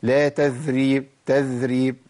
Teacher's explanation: اخلي لساني يتمكن من اطراف الثنايا بشكل قوي تبقى قريبه من الذال